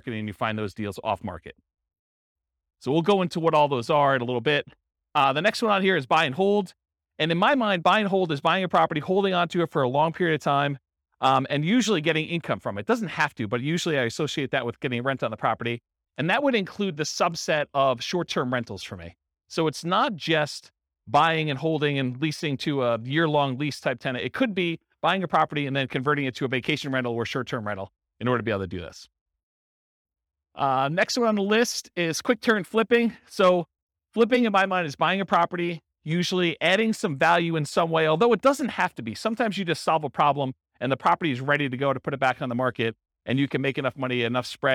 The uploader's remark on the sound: Real estate entrepreneurs in Beaverton, Oregon. This was a live class recorded.